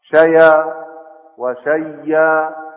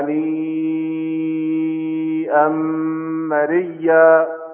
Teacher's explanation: أبدلها ياء ثم أدغم الياء في الياء